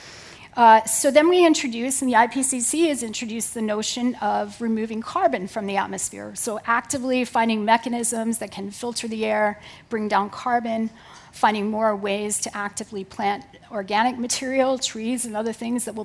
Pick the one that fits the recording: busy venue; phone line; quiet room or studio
busy venue